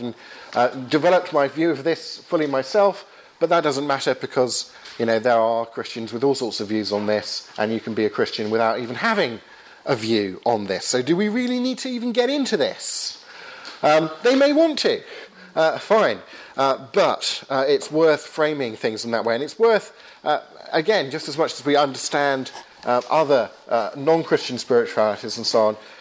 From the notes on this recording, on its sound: Lecture with Q&A, delivered at a DNA training day in London, 28th April, 2015.